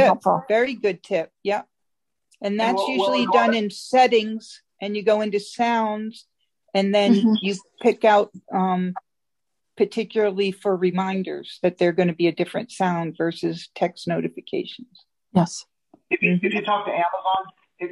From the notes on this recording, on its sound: Zoom Call Recording